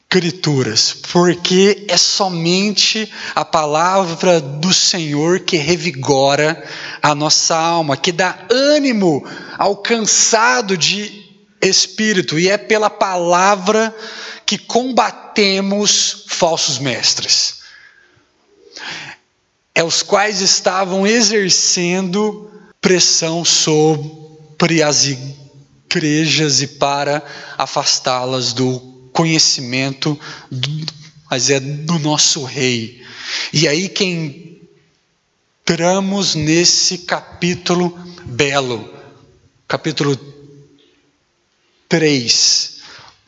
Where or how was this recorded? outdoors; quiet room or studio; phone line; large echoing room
large echoing room